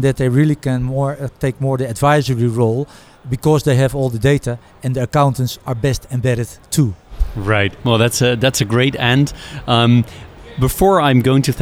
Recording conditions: busy venue